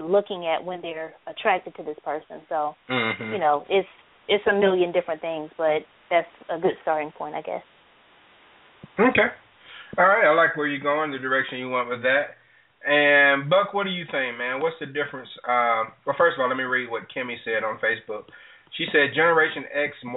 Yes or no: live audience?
no